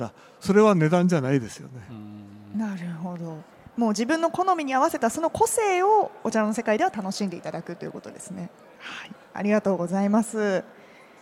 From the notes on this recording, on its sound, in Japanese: CRAFT SAKE WEEK 2023 at ROPPONGI HILLSにて公開収録。